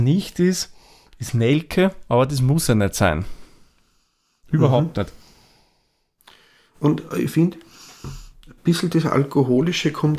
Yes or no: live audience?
no